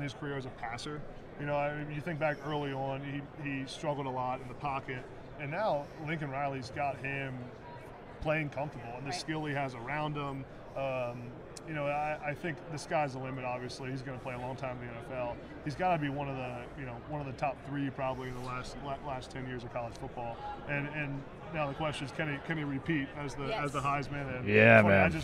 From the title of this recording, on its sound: Live From Super Bowl Radio Row